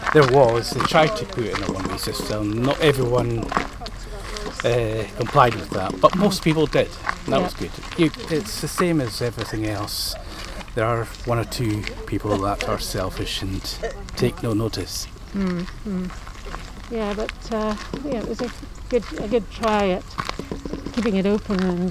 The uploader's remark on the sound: A walk round the grounds at Lauriston Castle